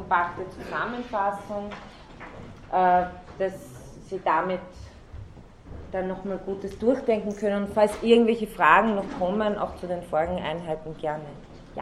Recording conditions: large echoing room